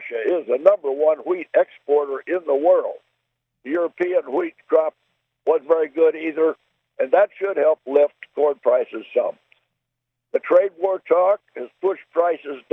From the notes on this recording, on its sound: I am talking to you on the phone from our farm in Illinois.